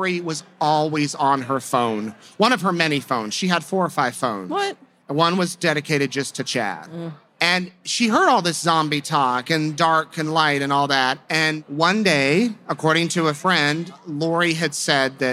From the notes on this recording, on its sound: This live episode was recorded at CrimeCon in Las Vegas in April 2022.